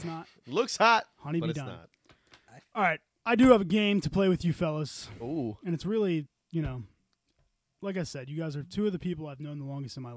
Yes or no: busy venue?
no